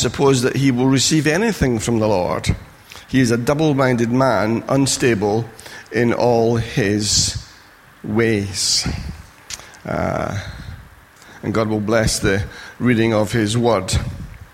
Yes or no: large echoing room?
yes